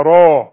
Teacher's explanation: علشان الراء تخينة، الراء المفتوحة والمضمومة را، راجل رجل قصدي، او ايا راسي، شوف را، فالحرف التخين بيطغى على الحرف المرقق.